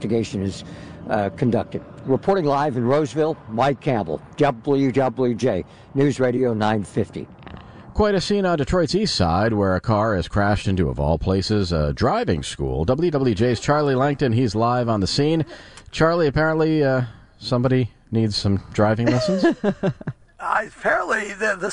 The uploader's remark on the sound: Quite a scene on Detroit's east side where a car has crashed into a driving school! Reports from the scene.